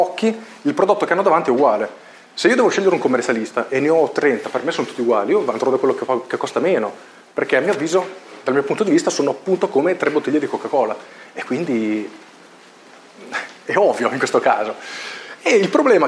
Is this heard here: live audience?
yes